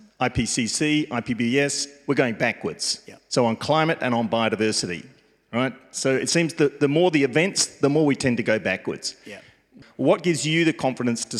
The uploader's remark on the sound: Answers questions from the audience. Recorded and produced at the UN Library Geneva.